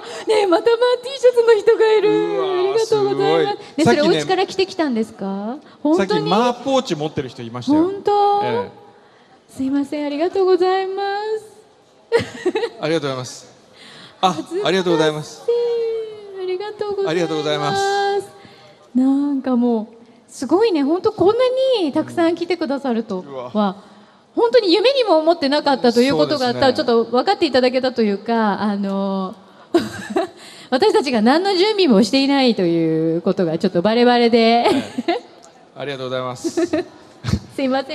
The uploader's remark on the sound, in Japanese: 今日は、ランドマークタワーにて公開生放送！公開で収録させていただいたので、少しグダグダとした部分もございます。暑かったにもかかわらず、大勢の方にお越しいただき。